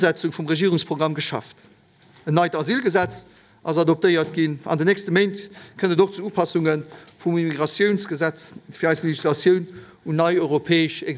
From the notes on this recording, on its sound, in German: live aus der Chamber